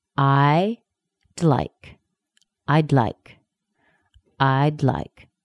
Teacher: And if your second consonant or the second word starts with an L or an R, simply connect that consonant on the first word with the L or the R